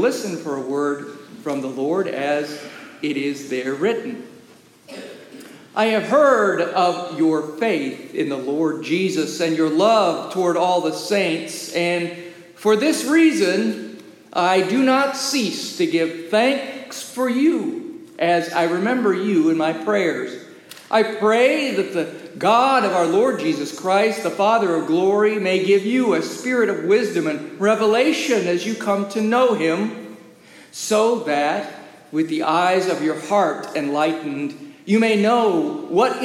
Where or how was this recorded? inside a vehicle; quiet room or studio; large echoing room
large echoing room